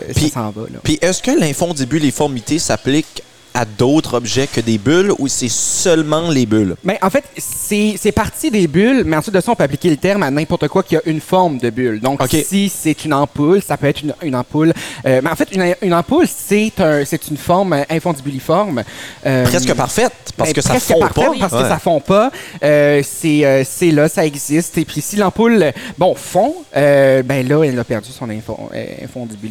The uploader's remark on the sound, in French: enregistré à la Terrasse à Steve de Miscou